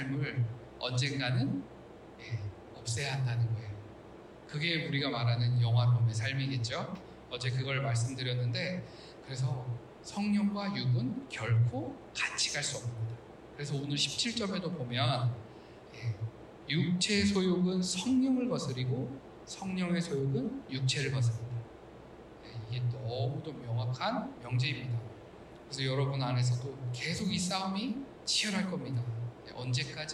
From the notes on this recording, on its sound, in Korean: 기계적 오류 인해, 음질이 떨어집니다.